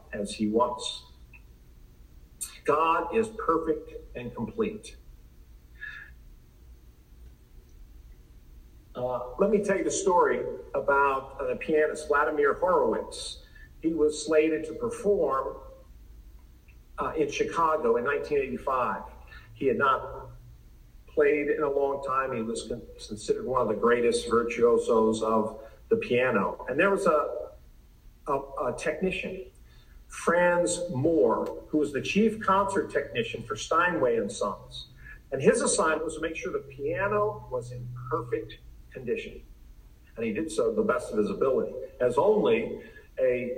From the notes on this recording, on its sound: Please excuse the sound quality.